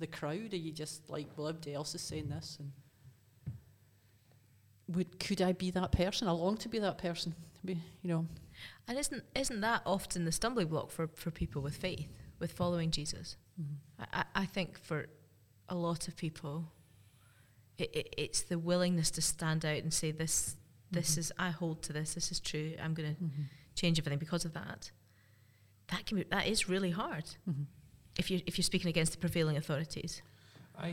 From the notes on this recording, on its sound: Are together in Aberfeldy. This episode was recorded in Aberfeldy Church of Scotland.